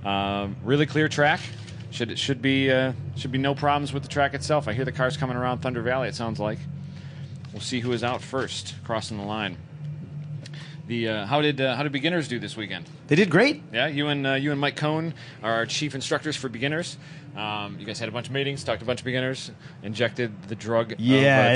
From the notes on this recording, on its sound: Live from #GRIDLIFE at Mid-Ohio. Announcing duirng the #GRIDLIFE Track Battle Live Feed from Mid-Ohio Sports Car Course.